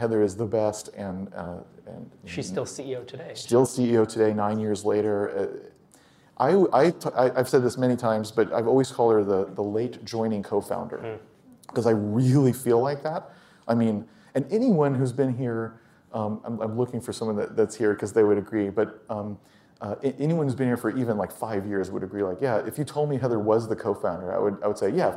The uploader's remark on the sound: Recorded at a MicroConf Local in Austin. For a fireside chat at the WP Engine headquarters.